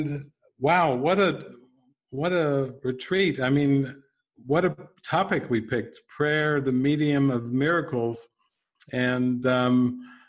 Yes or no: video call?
yes